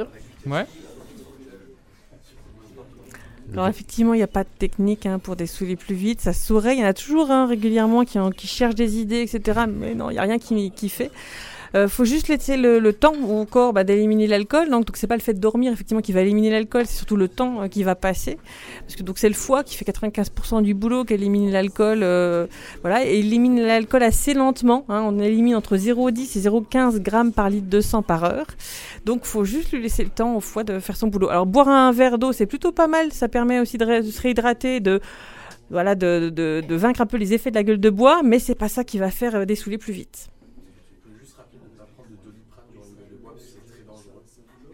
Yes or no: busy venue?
yes